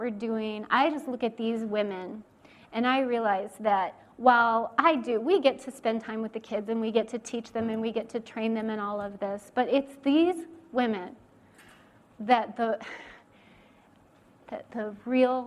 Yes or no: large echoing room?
yes